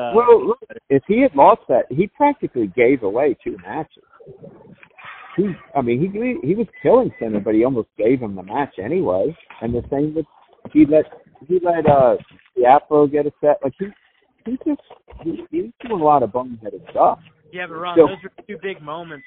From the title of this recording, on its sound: Phone Call